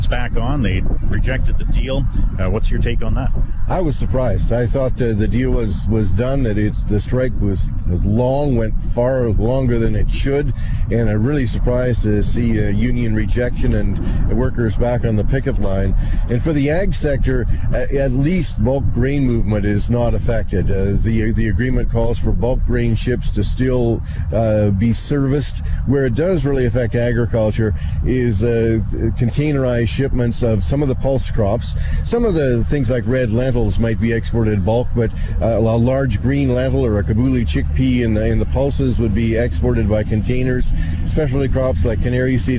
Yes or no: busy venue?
yes